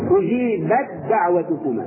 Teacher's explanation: ندغم التاء بالدال بدون غنة وننطقهما دالا مشددة